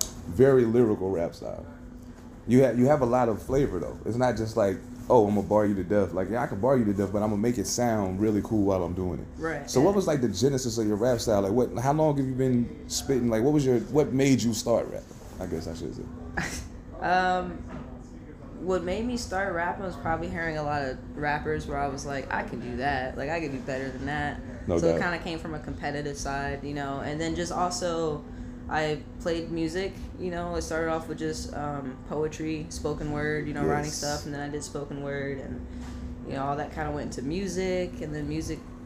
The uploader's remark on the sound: Coming live from High Dive in Seattle, WA.